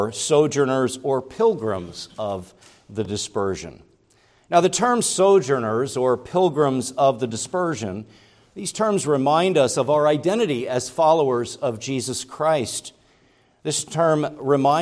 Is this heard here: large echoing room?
yes